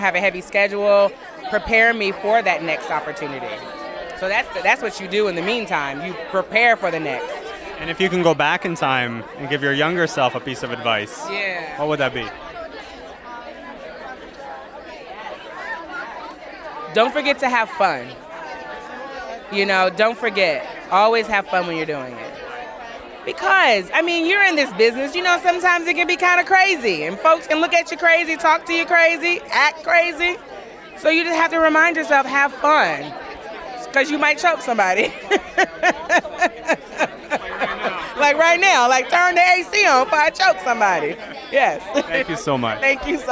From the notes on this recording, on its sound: Live from the red carpet of the 2023 Canadian Screen Awards